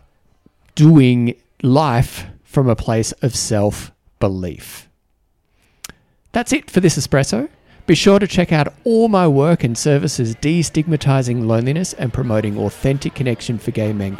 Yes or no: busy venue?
yes